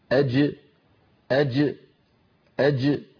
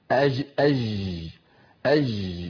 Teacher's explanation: والنفس، هكذا: أج أج أج، ولا يقول أحدنا أج أج أج، لا يجري الصوت عند نطق الجيم · Shown in: first take · هذه جيم عامية، ولا يغير مكان الجيم بالتقديم إلى الأمام · Term: الجيم الفصيحة